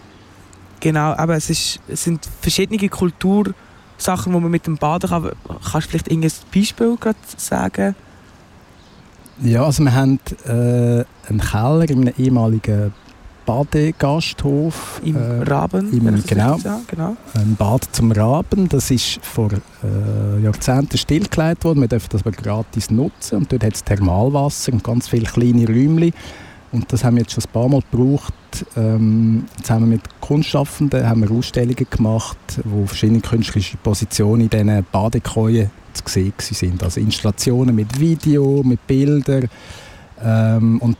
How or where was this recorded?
outdoors